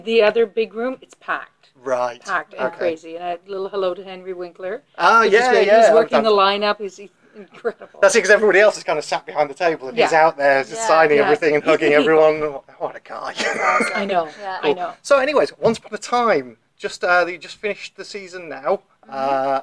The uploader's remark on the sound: This is the second of my minicasts recorded at the MCM London Comic Con the other week.